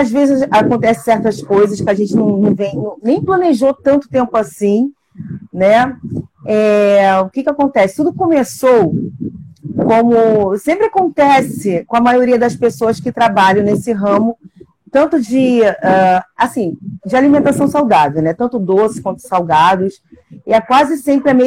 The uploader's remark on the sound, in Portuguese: em uma live especial no Instagram